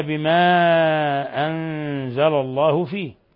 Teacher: قوله تعالى بما أنزل الله فيه، هنا المد منفصل بما أنزل، حرف المد في كلمة والهمزة في كلمة أخرى، يمد من أربع إلى خمس حركات. ثم عندنا نون ساكنة جاء بعدها الزاي الحكم التجويدي إخفاء حقيقي.